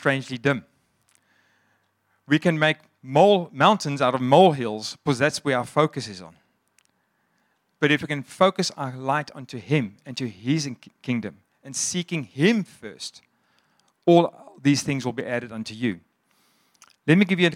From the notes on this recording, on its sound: Sunday Sermon. At Joshua Generation Church Mossel Bay PM congregation.